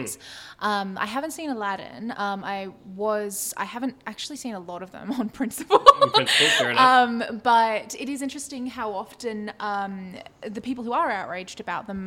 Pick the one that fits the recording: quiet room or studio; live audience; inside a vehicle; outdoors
live audience